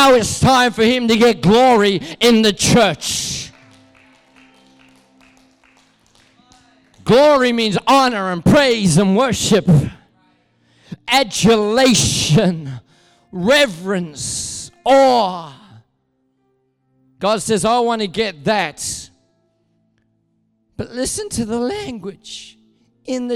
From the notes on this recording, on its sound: Recorded at Neuma Church Melbourne South in Melbourne, Australia.